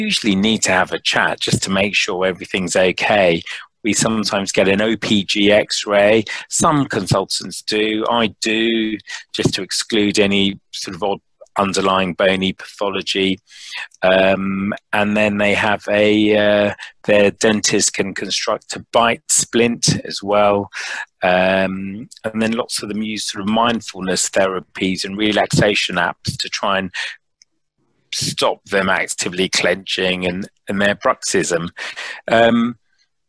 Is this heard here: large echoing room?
no